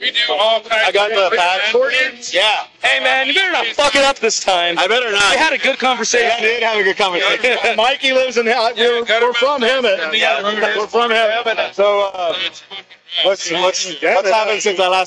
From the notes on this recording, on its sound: Live streaming at the Tower Bar for the Chili Dog Social.